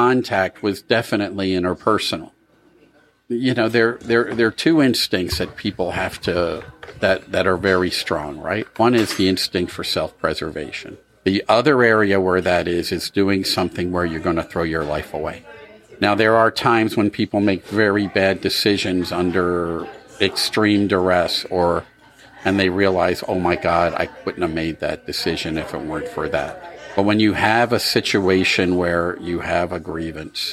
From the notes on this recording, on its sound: Originating from the Anvil Bar & Grill in Curtis, Nebraska, as well as the Hi-Way Diner in Lincoln